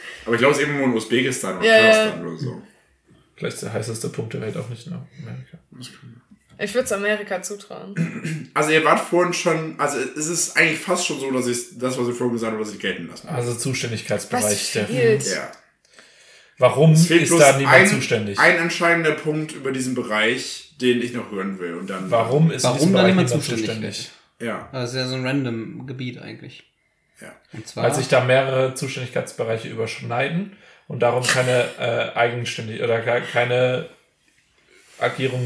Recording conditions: poor microphone